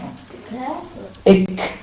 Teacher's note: ومن أقصى اللسان مع ما فوقه من الحلق الأعلى أسفل من مخرج القاف هو إك. نعم صحيح، كاف.